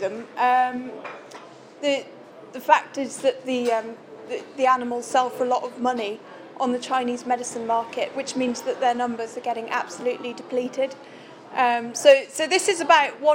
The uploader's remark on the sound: This recording was made on December 19th 2013 at the Shrewsbury Coffeehouse during the launch of issue 1 of Bare Fiction magazine.